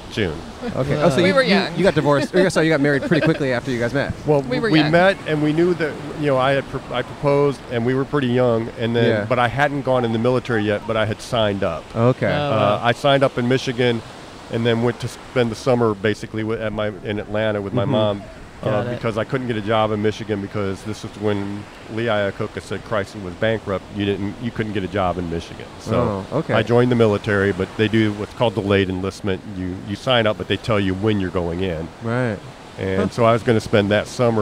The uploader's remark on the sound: Recorded at the beach in Manhattan Beach, CA.